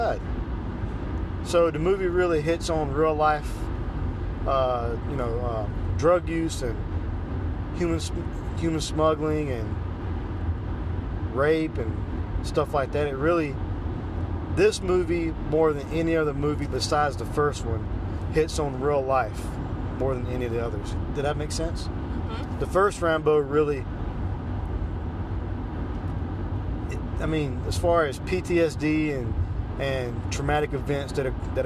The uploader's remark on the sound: It's on the road this time! Finally squeeze one out while driving to their date.